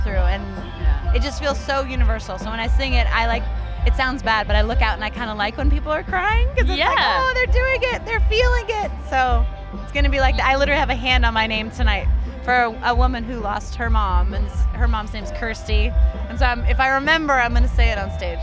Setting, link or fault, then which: setting, busy venue